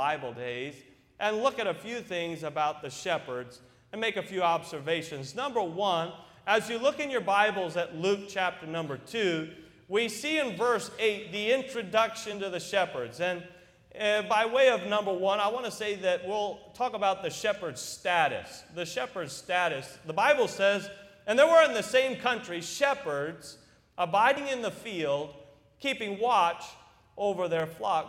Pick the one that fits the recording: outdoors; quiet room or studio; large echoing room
large echoing room